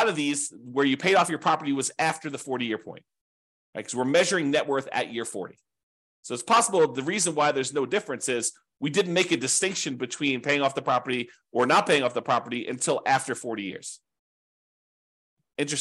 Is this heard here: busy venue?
no